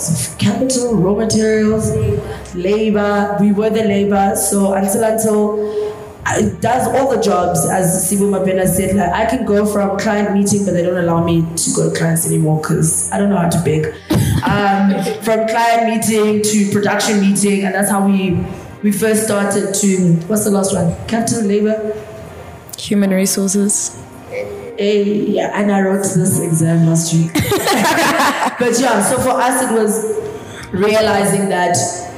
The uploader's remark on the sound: TogetherForTheWin Conference Part 2. The startups that were in the audience got their chance to ask questions. This capsule series of the Hive Network Podcast is from archival audio.